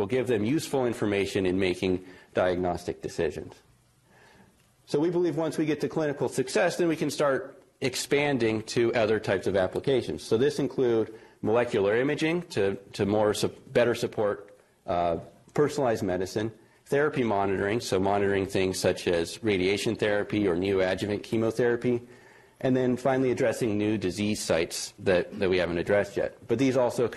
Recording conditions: large echoing room